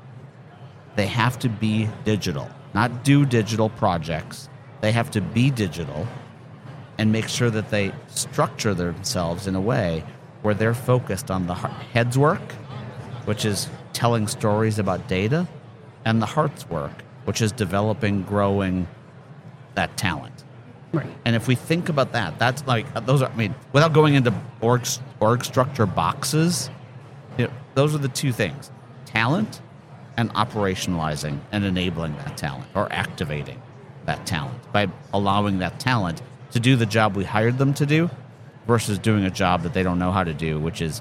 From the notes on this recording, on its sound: Live at the HR tech 2022 conference